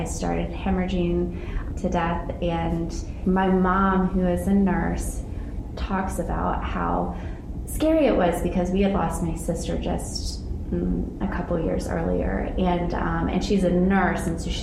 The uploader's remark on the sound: Live from the IMC